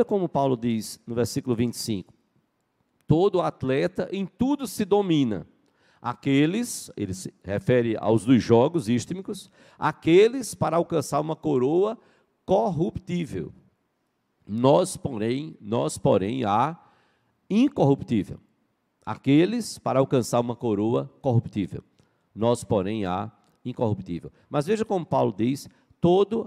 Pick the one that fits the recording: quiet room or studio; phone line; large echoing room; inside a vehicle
large echoing room